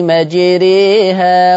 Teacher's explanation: في ناس بيقولوا مجريها ويعملوا كده لا اسمها إمالة كبرى يعني إمالة كبرى أقرب إلى الياء الالف تبقى قريبه للياء